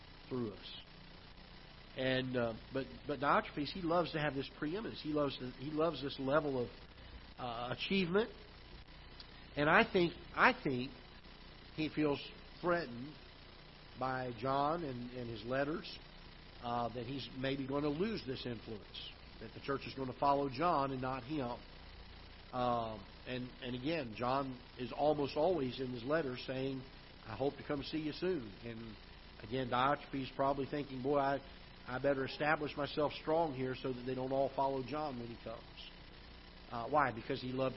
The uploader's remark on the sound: Ketha Heights Baptist Church ~ Live Broadcast